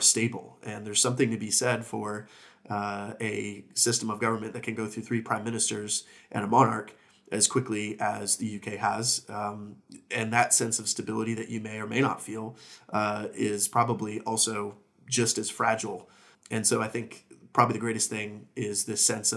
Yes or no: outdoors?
no